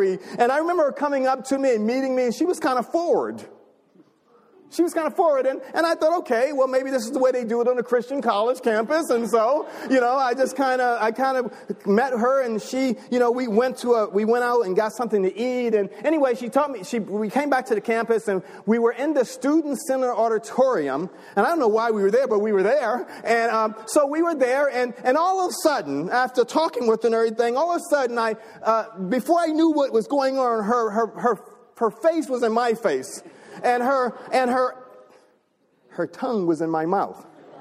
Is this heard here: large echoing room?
yes